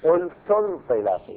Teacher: بعد التاء مباشرة تأتي النون، نون انطلاق لا تأتي الهمزة · Term: همزة الوصل